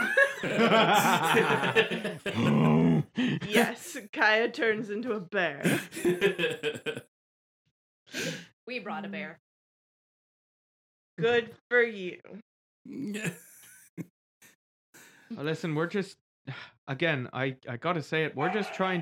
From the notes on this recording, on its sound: Sorry about the sound quality in this one... … kept cutting out.